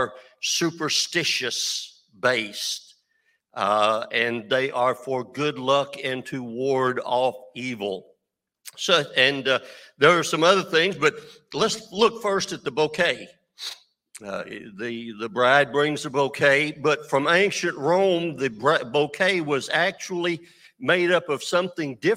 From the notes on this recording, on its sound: This JAT was recorded live on November 6th, 2022 at Newark United Pentecostal Church.